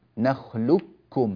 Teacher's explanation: فهذه القاف لا يعود لها وجود في النطق، ويكون النطق بكاف واحدة مشددة، نخلقكم بلام بعدها كاف مباشرة، هذا في رواية حفص عن عاصم.